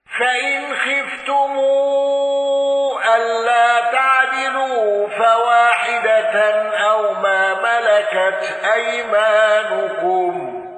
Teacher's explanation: الأصفهاني بقصر الصلة والغنة